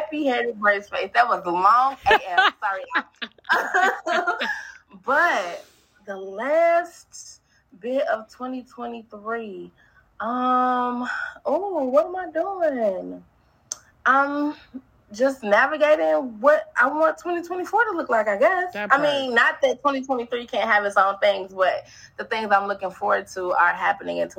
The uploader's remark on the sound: This episode was recorded on October 2, 2023 virtually between Chicago, IL and Houston, TX.